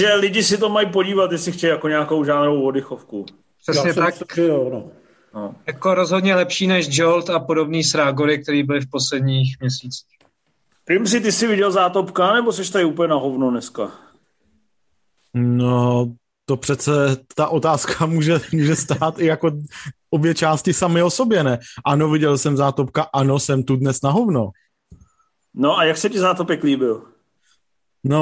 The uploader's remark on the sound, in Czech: Nejnovější MZ Live nečekaně přes Zoom